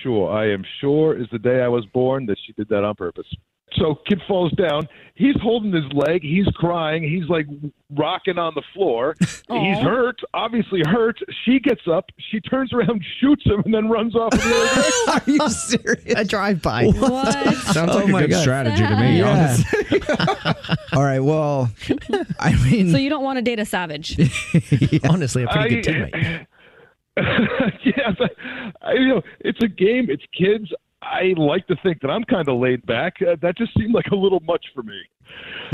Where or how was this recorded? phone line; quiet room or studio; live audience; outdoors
phone line